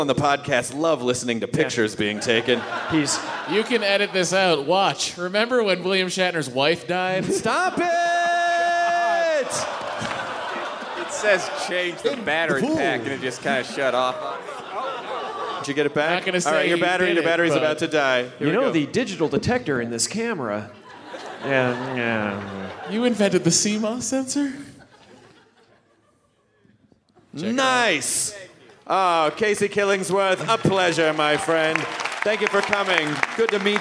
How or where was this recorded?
live audience